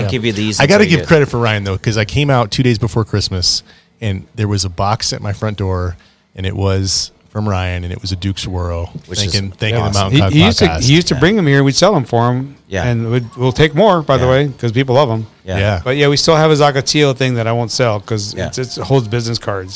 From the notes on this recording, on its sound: Recorded onsite at the brewery